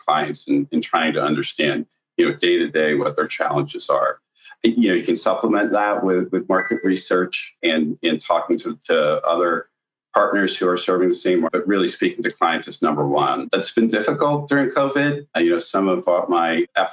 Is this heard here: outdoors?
no